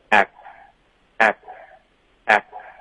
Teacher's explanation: 结尾的干脆停顿是如何发的呢？是靠舌根顶上颚